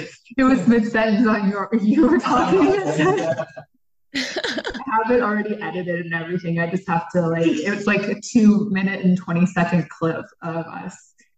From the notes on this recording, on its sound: got together virtually to re-record the podcast